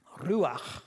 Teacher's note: The Hebrew word, I can't pronounce it, ruach, gotta have that glottal sound